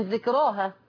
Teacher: فذكراها مقللة قولا واحدا حتى وإن انتهت بها